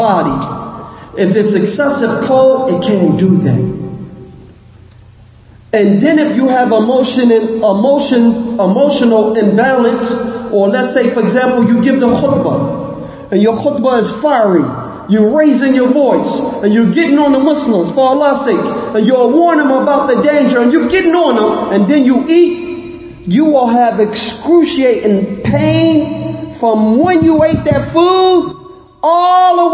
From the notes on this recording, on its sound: Lecture given at Masjid Nur Allah, Queens, NY